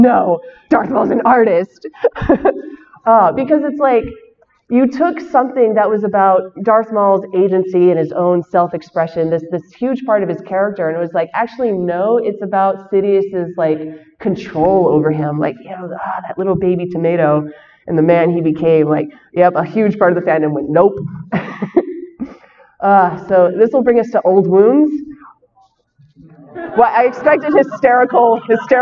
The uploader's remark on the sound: shares her panel from Celebration Chicago